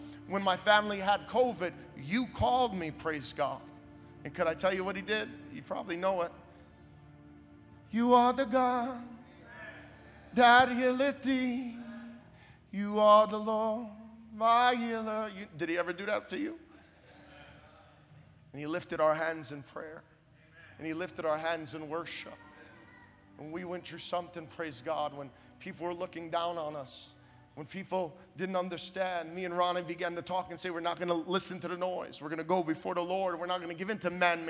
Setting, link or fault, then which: setting, large echoing room